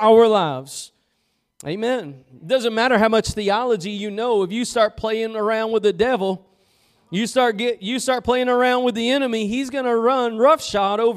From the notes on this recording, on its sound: Preached at Gospel Lighthouse in Bossier City, La.